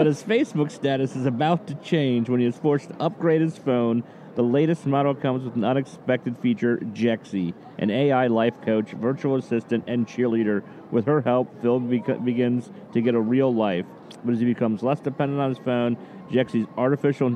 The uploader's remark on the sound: It’s day three of recording at the Cincinnati Comic Expo.